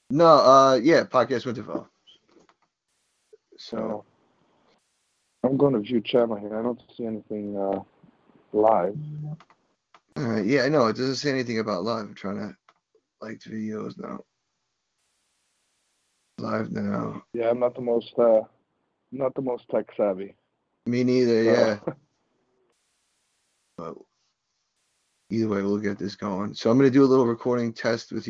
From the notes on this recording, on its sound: FAN CALL-IN SHOW